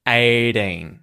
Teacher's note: Now the T's gone back to a T flap. There's a vowel either side of the T, T flap. 18. So the tongue hits the top of the roof of the mouth briefly.